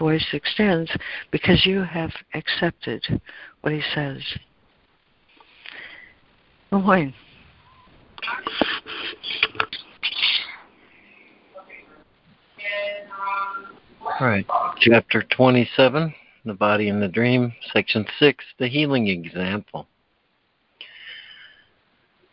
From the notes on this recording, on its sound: ACIM Daily Conference Call